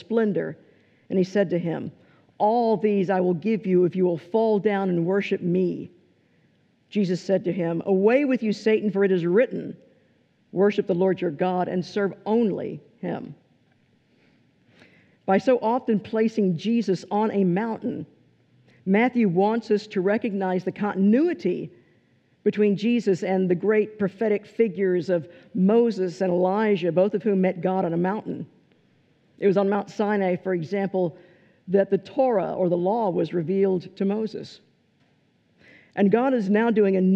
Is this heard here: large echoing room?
yes